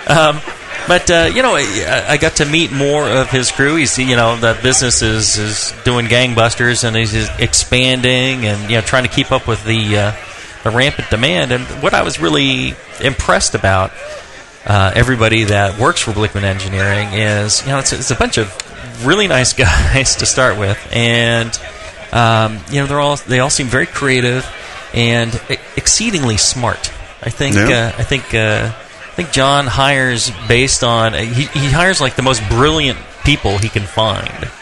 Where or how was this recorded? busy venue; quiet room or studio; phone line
busy venue